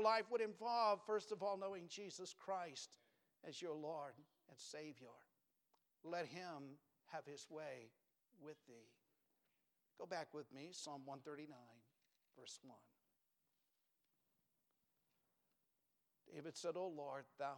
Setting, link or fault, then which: setting, large echoing room